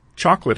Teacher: Chocolate has a central O that's not fully pronounced · Term: syncope